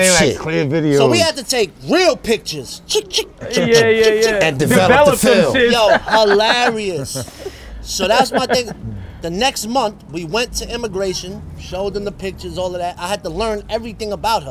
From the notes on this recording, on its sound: Thanksgiving day live from Coney Island!